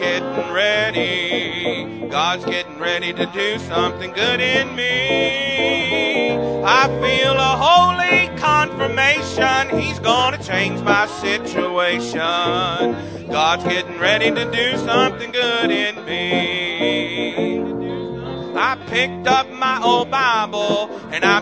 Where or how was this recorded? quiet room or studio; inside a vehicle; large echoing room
large echoing room